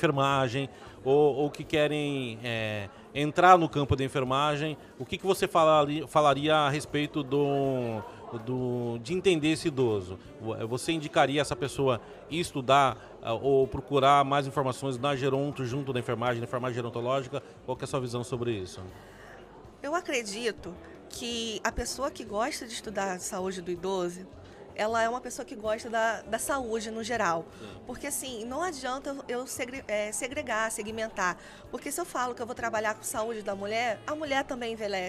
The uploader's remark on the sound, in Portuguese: Como gravamos em meio a multidão tem alguns ruidos de fundo , mas nada que comprometa o bate papo .